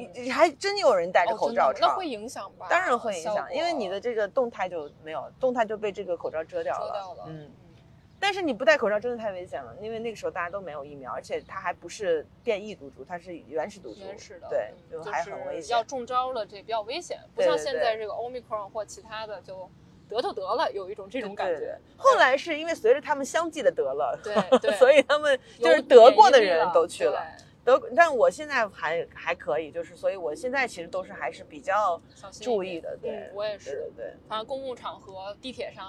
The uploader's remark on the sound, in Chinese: 此刻我坐在纽约的中央公园